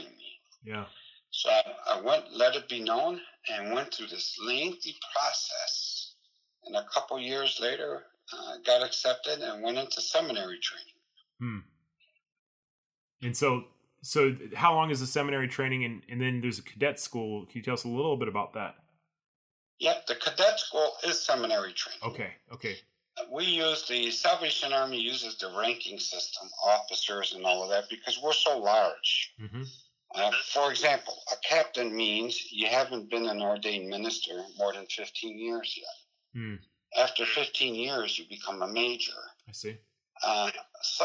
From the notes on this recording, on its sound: I know the audio is a little rough, but it was the best we could do!